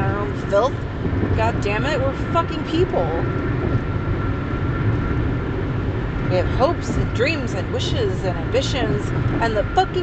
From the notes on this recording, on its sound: Almost died in traffic during this recording